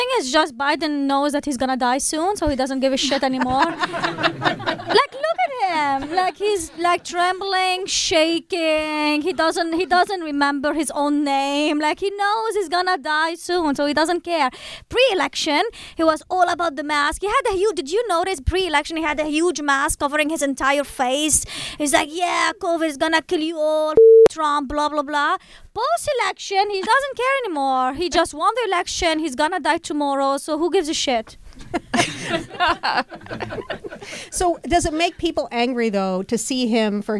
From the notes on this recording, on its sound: Common Ground Berlin Stammtisch. At Podfest Berlin 2022. During the Q&A. This episode was recorded live at Noisy Rooms.